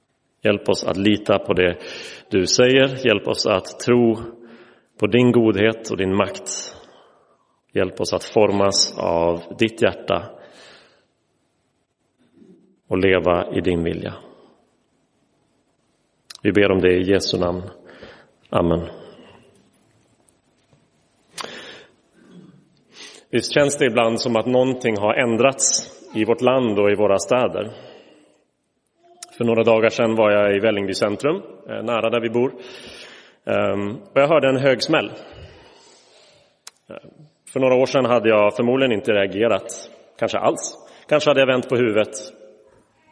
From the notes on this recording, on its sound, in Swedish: Inspelad i Roseniuskyrkan den 29 oktober 2023.